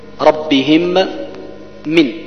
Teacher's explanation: تدغم الميم الساكنة في الميم المتحركة ولكن يكون إدغاما بغنة · Term: إدغام متماثلين